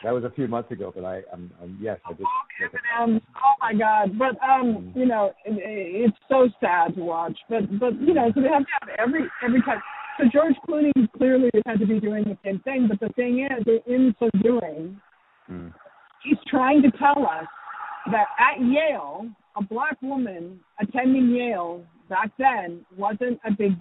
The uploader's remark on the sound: Was driving across Colorado as we spoke so the podcast naturally happened over the phone.